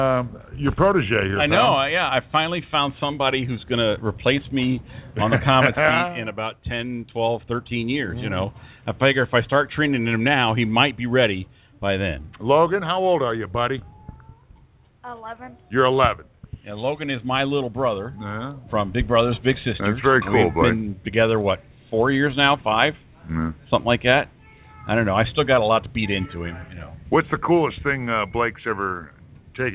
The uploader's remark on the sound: The BS Sports Show Live from Pyromaniac Fireworks